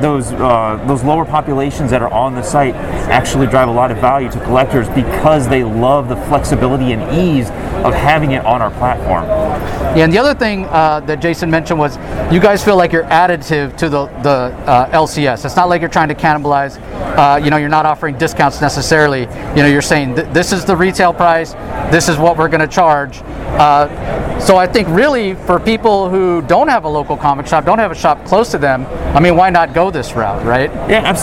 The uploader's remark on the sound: Live from the floor of San Diego Comic Con